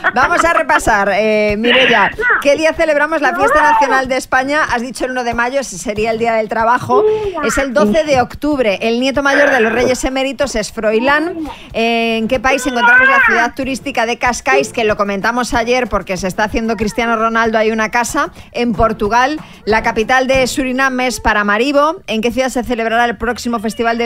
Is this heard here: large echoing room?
no